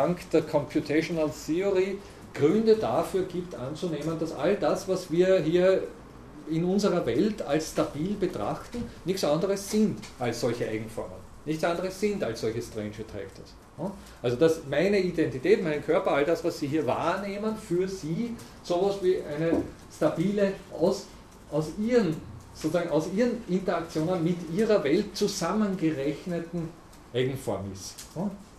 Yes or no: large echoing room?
yes